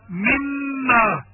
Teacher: إظهار الغنة على الميم المشددة